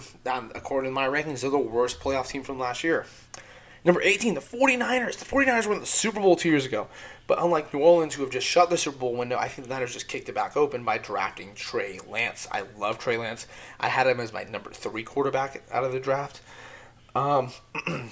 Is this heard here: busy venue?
no